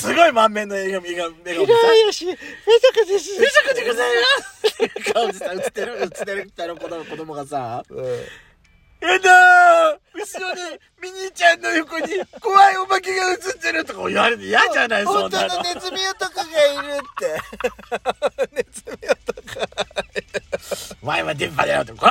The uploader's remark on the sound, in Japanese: パーキング収録